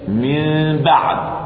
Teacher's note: الأصل نون، من قلبت ميما عند ملاقاة الباء لأنها تشاركها في المخرج، قلبت ميما. ثم أخفينا الميم، من أصبحت من، ثم من بعد. · Term: الإقلاب